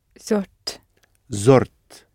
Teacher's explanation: So the vowel in the middle has become short, like it did with rocht, shuft, zort.